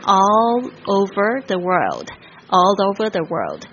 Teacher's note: 特别是这个 all，它有一个这个 l 的这个翘舌音，然后再连接着这个 over